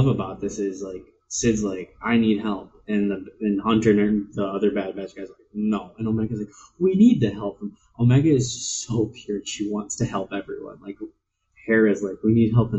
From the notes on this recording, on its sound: I would like to first apologize for the garbage audio; turns out instead of inputting through my microphone, the system ran my audio through my webcam.